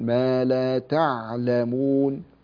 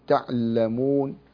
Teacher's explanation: إذا اختلست حركة العين سوف لا شعوريا تشدد اللام · Shown in: second take · فامسك الحروف وقل ما لا تعلمون، لا تقل تعلمون هكذا. · Term: اختلاس لحركته